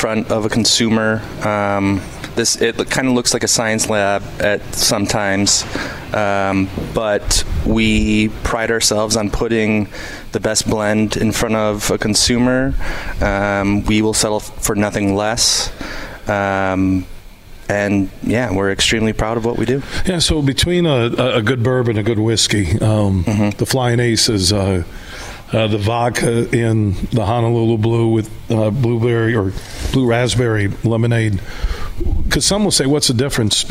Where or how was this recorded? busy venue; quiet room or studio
busy venue